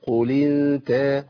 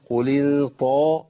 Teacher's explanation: القوة اللي داخل بيها التاء مع القوة دي لا يمكن تبقى تاء، تنقلب الى طاء على طول